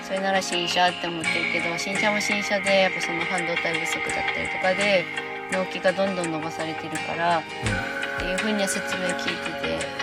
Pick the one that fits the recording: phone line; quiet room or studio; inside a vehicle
inside a vehicle